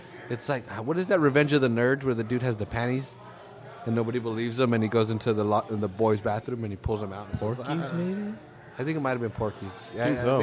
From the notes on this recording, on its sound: At the Street Low Magazine Car Show.